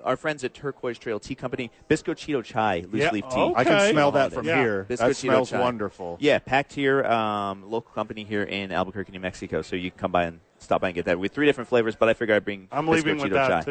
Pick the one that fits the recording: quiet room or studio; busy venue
busy venue